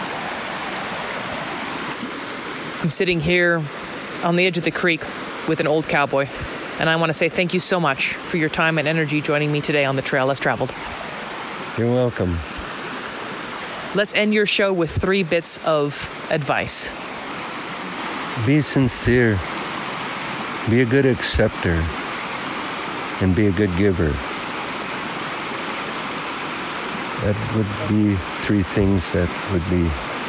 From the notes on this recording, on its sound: This interview was recorded in a cedar forest on the edge of Jocko Creek during a light rain storm. This episode was recorded on location in collaboration with Xplorer Maps .